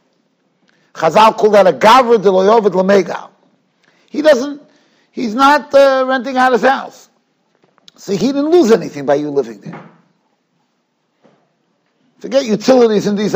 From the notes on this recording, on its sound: Shiur recorded in Yeshivas Ohr Reuven, Monsey, NY.